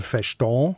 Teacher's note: Typisch appenzellisch ausgesprochen, ohne R, also Verstehen. Mit einem Nasal.